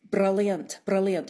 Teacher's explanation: It's just a little tap. It's not a long roll, and that's more common in contemporary speakers. · they do a tapped R, which is tip of the tongue on the gum ridge bouncing off. Ra. It's so it's like a rolled R, but it's like one instead of many, many all in a row, if you know what I mean.